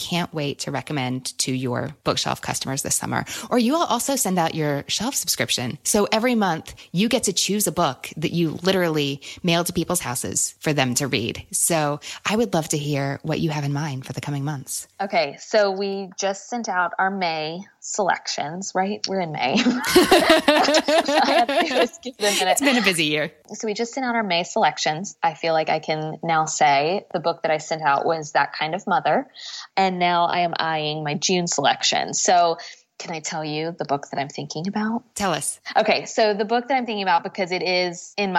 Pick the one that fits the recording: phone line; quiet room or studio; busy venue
quiet room or studio